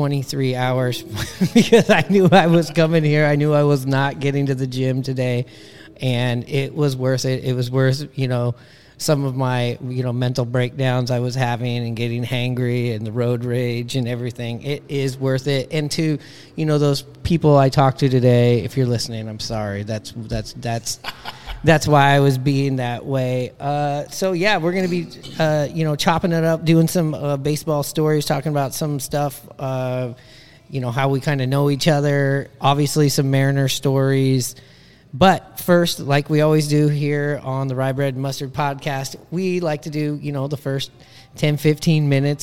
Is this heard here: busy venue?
yes